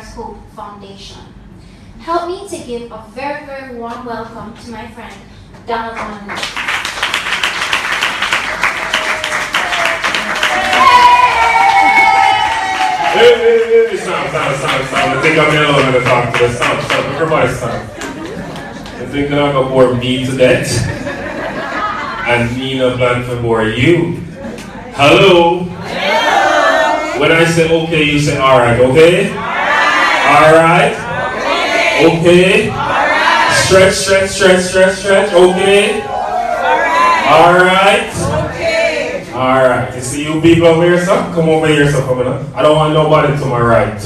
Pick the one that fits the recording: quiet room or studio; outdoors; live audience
live audience